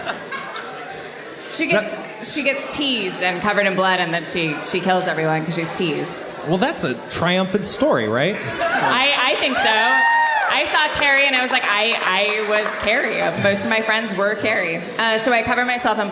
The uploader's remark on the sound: Live From SXSW '14. From Austin, TX, Harmontown is live from the Liberty Tavern and SXSW.